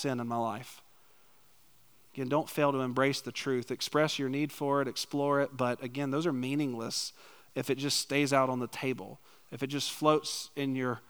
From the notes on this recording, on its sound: preached a topical sermon on the morning of March 26, 2023, at Chaffee Crossing Baptist Church in Barling, AR.